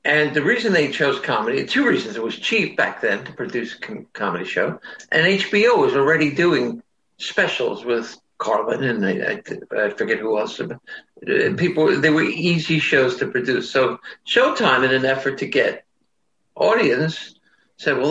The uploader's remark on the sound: sat down with me over Zoom